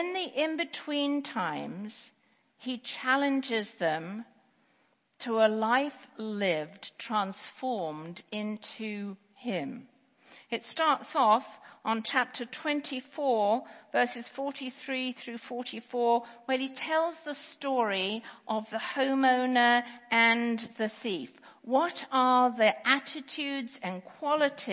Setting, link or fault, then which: setting, large echoing room